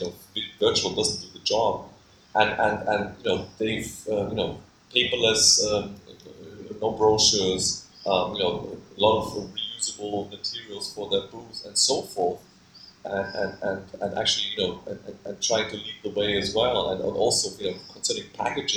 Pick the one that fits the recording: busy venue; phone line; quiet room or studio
busy venue